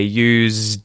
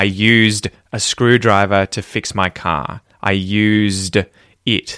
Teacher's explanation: if you say used with a Z sound, that is the verb to use something, right? I used a screwdriver to fix my car.